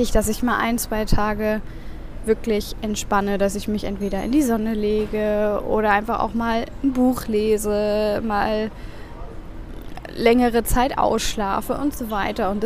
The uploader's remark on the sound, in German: Aufgenommen am Flughafen in Istanbul.